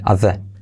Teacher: Fijaos la T de at que decae